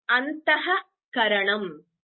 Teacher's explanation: For example, here if you see antahkaranam, so antahkaranam, you get that the entire visarga is not pronounced when it is followed by a ka or a kha · Term: Jihvamooliya